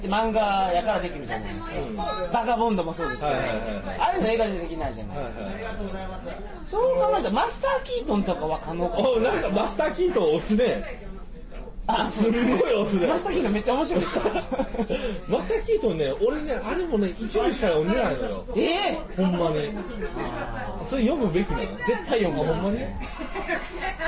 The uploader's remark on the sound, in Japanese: やかましい居酒屋で録りました。声張ってます。